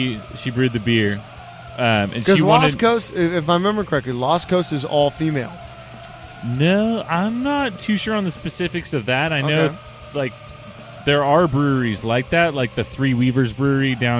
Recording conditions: busy venue